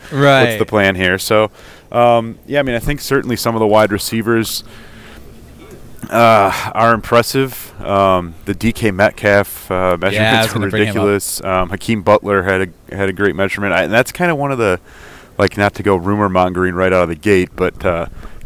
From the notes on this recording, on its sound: checks in LIVE from the NFL Combine